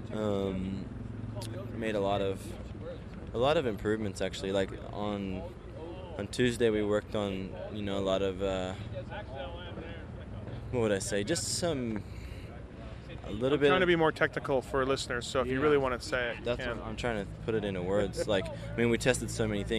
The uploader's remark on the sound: Post race interviews from Dodger stadium